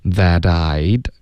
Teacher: that 这个特的音跟 I 要连读然后浊化这个特的音就浊化为的了 that I'd OK I'd 的这个的跟 ever 也得连读 that I'd ever that I'd ever